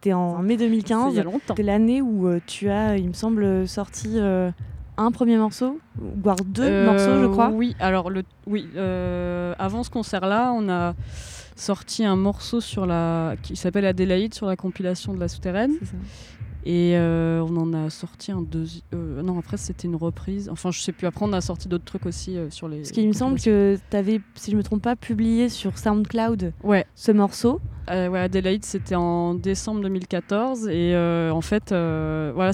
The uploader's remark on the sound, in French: Cet épisode a été enregistré dans les jardins